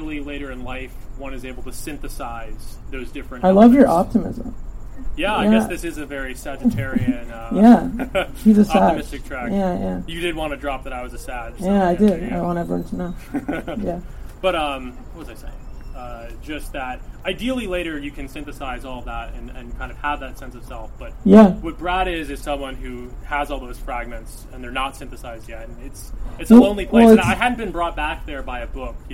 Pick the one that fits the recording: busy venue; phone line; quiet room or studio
busy venue